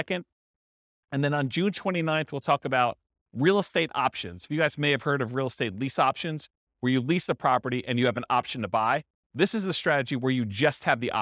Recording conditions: live audience